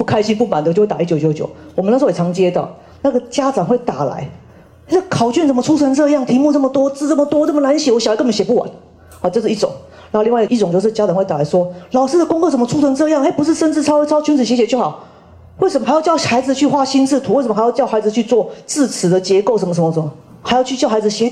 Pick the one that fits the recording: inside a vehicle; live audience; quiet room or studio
live audience